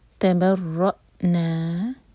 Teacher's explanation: تا اور با لائٹ، را ہیوی اور حمزہ پر کٹ آف ساؤنڈ، جھٹکا نہیں ہونا چاہیے.